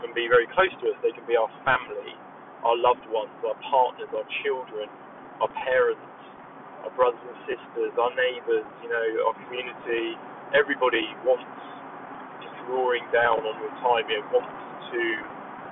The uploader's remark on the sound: This is simply a test episode, no planned structure or content, just a 20 minute stream of consciousness while driving.